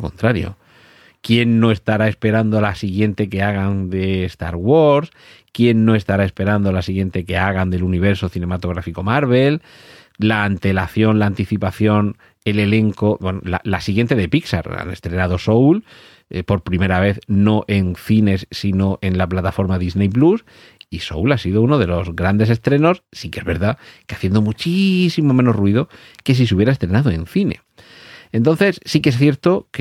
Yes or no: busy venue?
no